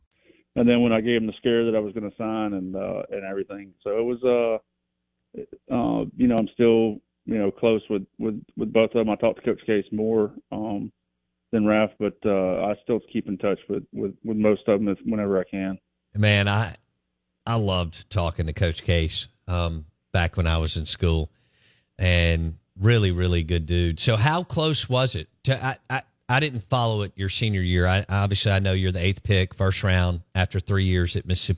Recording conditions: phone line